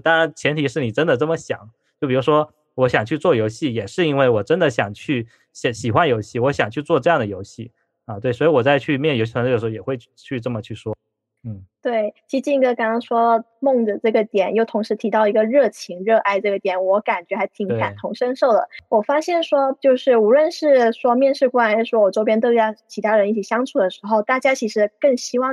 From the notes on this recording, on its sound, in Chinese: 由于深圳疫情关系，本期录制是在线上进行，可能存在录制效果偏差哈。